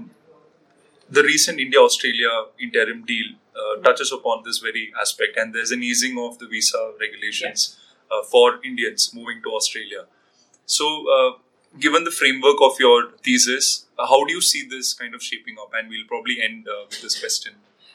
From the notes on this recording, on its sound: We met on the sidelines of the Raisina Dialogue 2022